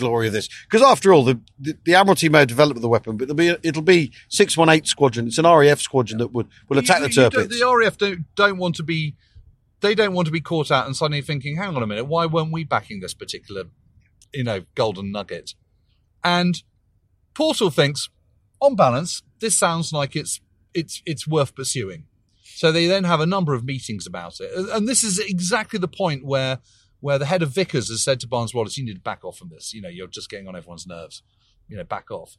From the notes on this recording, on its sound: we join the lads on the road, driving to the Möhne Dam in Germany